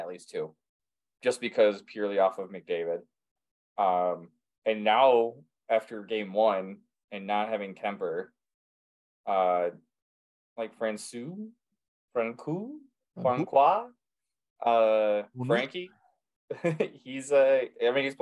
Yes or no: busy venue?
no